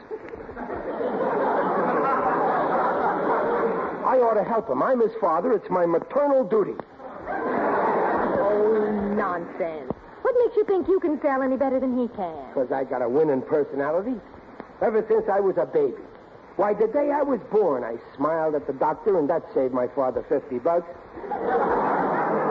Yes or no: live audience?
yes